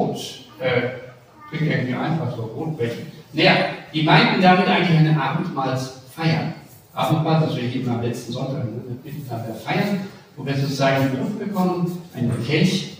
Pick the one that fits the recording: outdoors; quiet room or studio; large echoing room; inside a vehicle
large echoing room